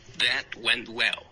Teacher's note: well 结尾还是动了一点嘴唇